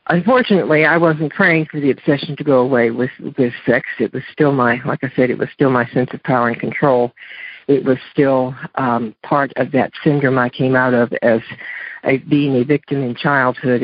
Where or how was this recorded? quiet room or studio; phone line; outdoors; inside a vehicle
phone line